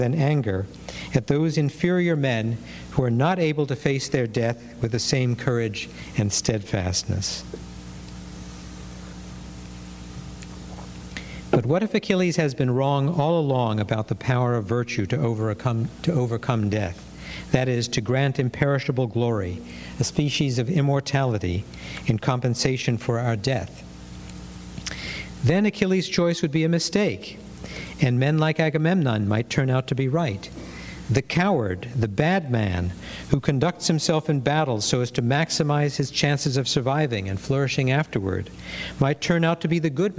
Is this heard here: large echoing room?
yes